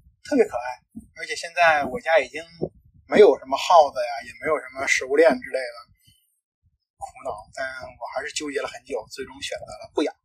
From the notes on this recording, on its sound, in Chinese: 第一次做，本期节目音质不佳。